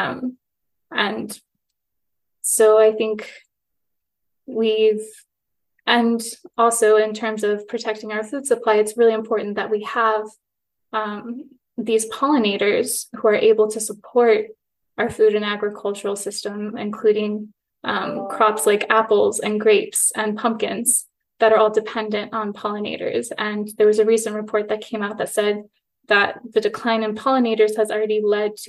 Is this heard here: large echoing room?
no